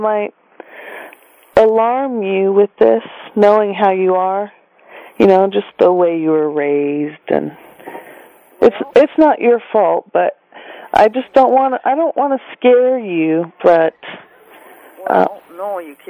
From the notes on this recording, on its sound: Prank Phone Calls